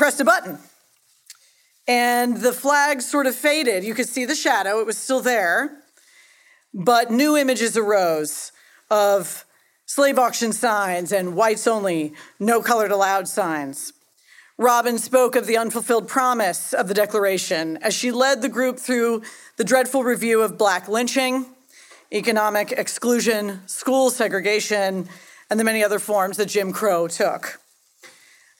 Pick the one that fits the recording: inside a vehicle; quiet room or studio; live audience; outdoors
live audience